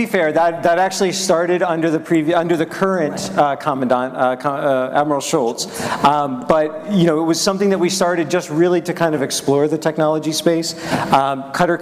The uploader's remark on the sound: At ACT-IAC’s Emerging Technology and Innovation Conference